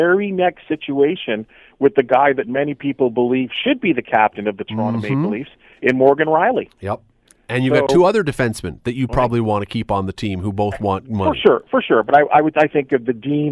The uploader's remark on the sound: opens the phones